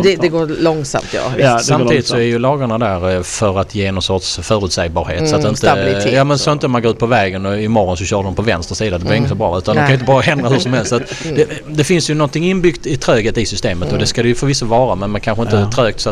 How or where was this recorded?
busy venue